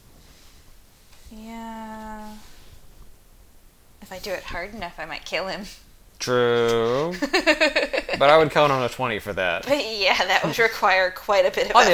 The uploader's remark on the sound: We had a little bit of background noises that were difficult to edit out do apologize.